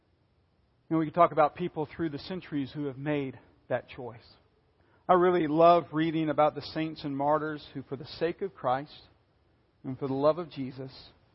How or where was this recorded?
large echoing room